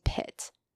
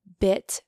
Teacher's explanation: they're taking a non-voiced sound and making it voiced